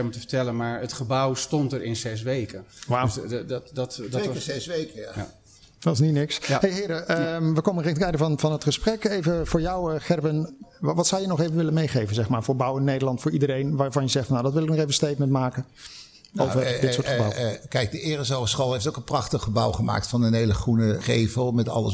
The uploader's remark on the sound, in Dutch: Een van de events op de Floriade Expo-terrein vond plaats op 24 augustus: het Floriade Hub Café. Een live-radioprogramma vanuit de Green Innovation Hub in The Natural Pavilion met muziek en aansprekende gasten uit de wereld van tech en innovatie.